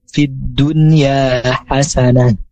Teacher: Tak marbutohnya itu berubah menjadi ha